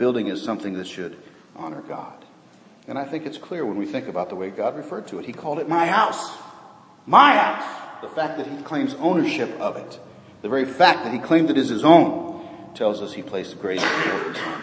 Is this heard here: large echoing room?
yes